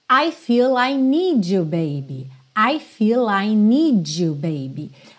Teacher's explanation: Aqui, essa junção do dedo need com you, fica esse j, j, um pouco como um dj